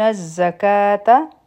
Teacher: پا زا کی بزنگ والا آواز دی